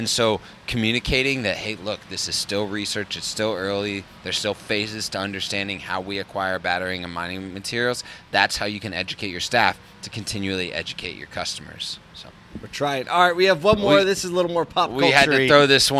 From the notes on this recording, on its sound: Today we’re on location at a Dealer-run charity golf tournament in Atlanta